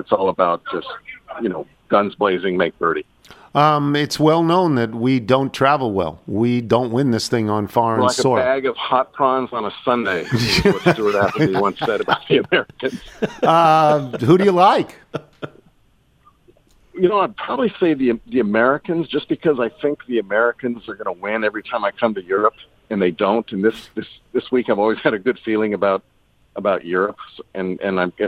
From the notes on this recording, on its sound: phones in from Rome